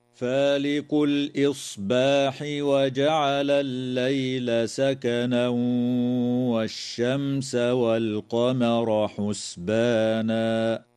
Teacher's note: قوله تعالى: فالق الإصباح وجعل الليل سكنا والشمس والقمر حسبانا، يدغم التنوين في الواو مع الغنة في قوله تعالى: سكنا والشمس، وتظهر الميم الساكنة في كلمة والشمس، ويجوز الوقف على كلمة حسبانا من قبيل الوقف الحسن.